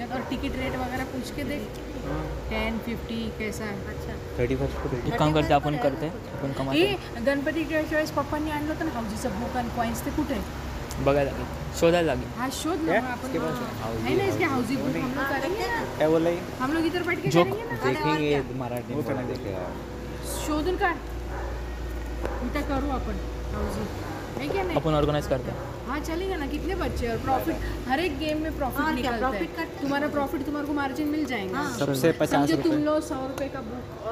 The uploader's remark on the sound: we recorded our audio into a coffee shop